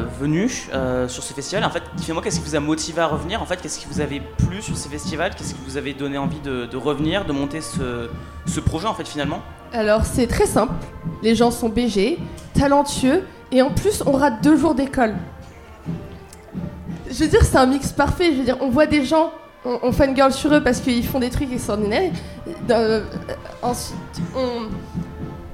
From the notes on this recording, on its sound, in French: Les 10 et 11 mai 2023, Delta Fm est allée au Nouveau Festival à Cenon (33) pour donner la parole aux lycéens porteurs de projets, venus présenter leur travail.